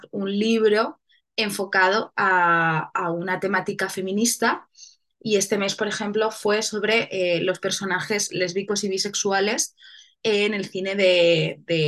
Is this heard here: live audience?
no